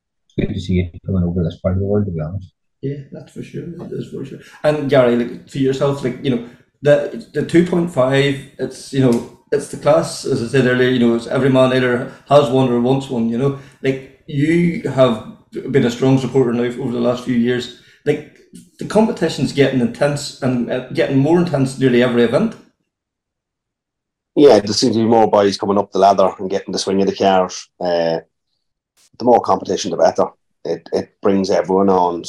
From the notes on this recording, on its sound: We invited some of the fastest Class 14 men onto the same Zoom call